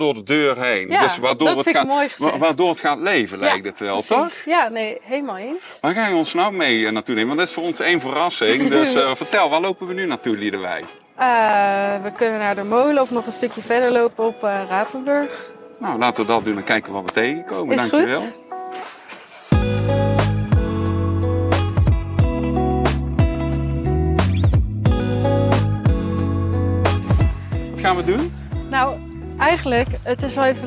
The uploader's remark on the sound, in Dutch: Tijdens een inspirerende wandeling door de historische en mooie stad Leiden. Onze allereerste Bouw Vakidioten Walking Podcast is dus een feit! We staan stil bij een aantal prachtige historische bezienswaardigheden zoals de Rembrandtplaats, het instituut voor de Nederlandse taal en het academiegebouw van de Universiteit vlakbij de Hortus botanicus.